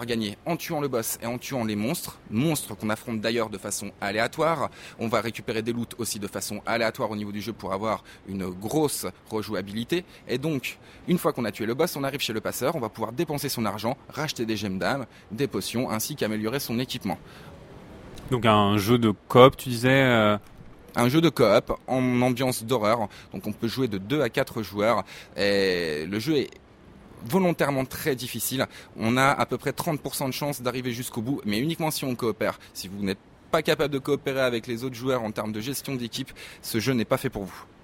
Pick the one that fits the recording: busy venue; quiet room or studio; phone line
busy venue